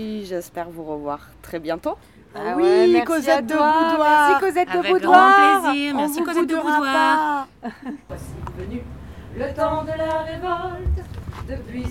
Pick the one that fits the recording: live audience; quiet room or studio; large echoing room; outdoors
outdoors